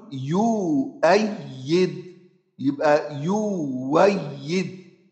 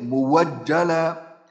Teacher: الهمزة مفتوحة وقعت بعد ضم تبدل واو